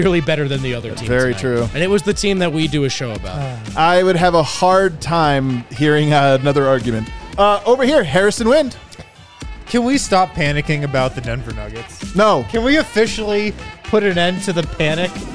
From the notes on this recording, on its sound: Come to you LIVE from the DNVR Bar.